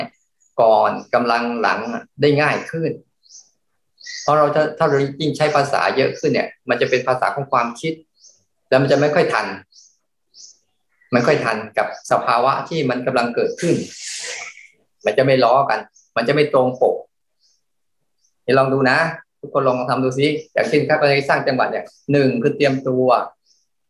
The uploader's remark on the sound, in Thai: คอร์สออนไลน์ (ผ่านโปรแกรม Zoom)